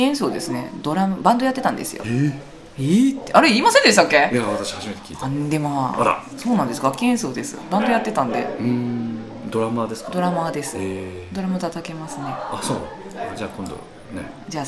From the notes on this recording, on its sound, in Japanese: 第32回公演「ミスター・ムーンライト」の客演の方々との飲み会時に収録させていただきました録音です。